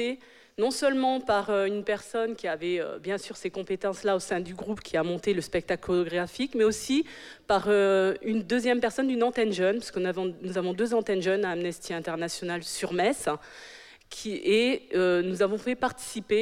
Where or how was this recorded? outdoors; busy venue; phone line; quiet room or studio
busy venue